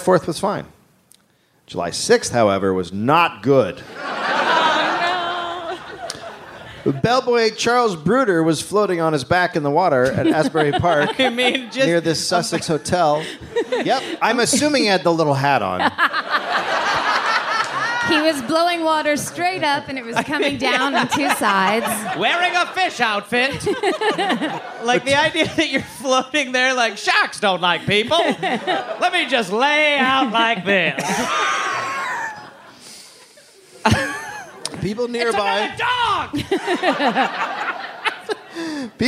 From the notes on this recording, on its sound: Live from the Los Angeles Podcast Festival